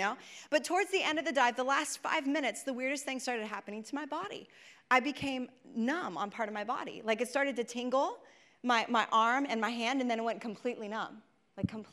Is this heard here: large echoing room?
yes